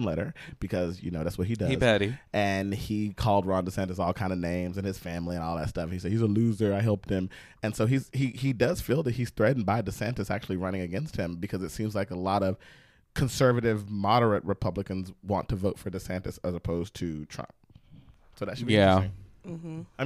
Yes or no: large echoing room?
no